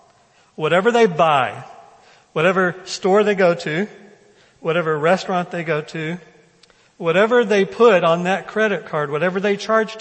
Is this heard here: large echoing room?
yes